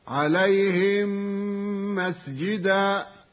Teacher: أما إذا وقع بعد الميم الساكنة ميم أخرى متحركة أدغمت الميم الساكنة في الميم المتحركة وصارتا ميما واحدة مشددة تجب فيها الغنة بمقدار حركتين · Term: إدغام مثلين صغيرا